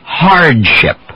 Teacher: You pretty much avoid the explosion and glide right into the other consonants.